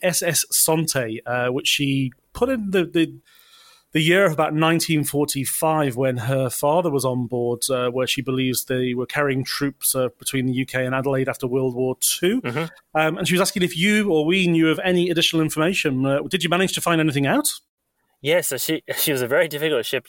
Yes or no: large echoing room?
no